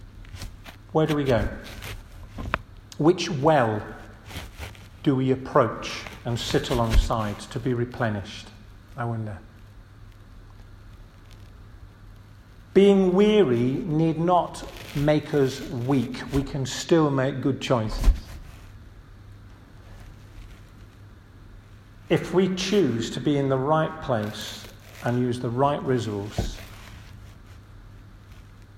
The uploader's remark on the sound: This audio recording was taken from the 1:30 Communion service at St Matthew's Church, Stalling Busk on March 12th, 2023.